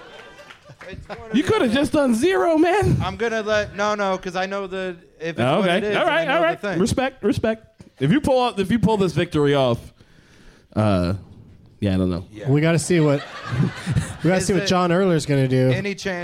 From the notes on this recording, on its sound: Live from the Cap City Comedy Club in Austin. Apologies for the tech issues!